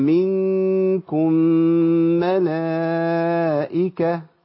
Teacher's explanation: ميم ساكنة مع ميم متحركة هتلاقي الميم التانية عليها شدة يبقى في عندي هنا إدغام